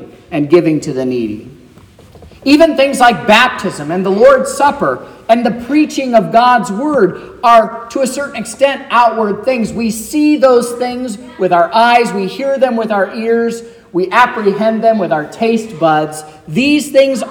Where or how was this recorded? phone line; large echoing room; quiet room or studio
large echoing room